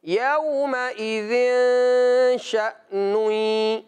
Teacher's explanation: غنہ کرنا ہے لیکن چھپا کر غنہ کرنا ہے